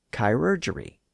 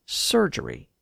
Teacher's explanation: The word had been borrowed into English from French, but as the word passed through French, the initial consonant sound was sometimes softened to an S sound, and the initial syllable was sometimes slurred · Shown in: second take · As a result, the word chirurgery was sometimes pronounced as surgery.